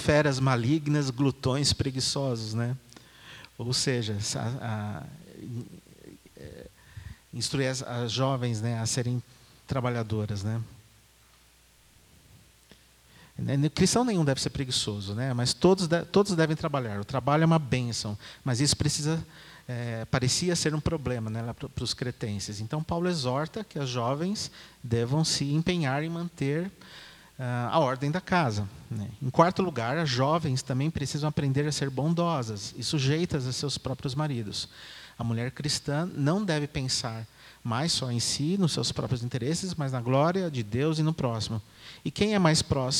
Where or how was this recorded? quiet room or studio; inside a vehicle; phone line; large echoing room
large echoing room